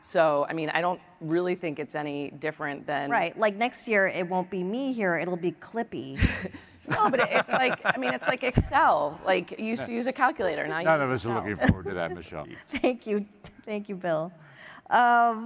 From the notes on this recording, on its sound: In the final session of our 2023 MIT Sloan Sports Analytics Conference